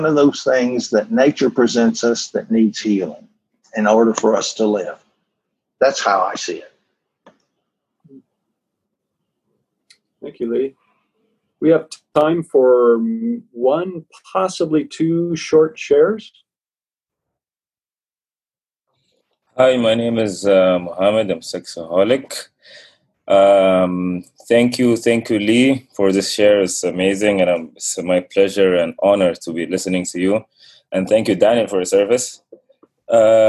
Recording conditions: video call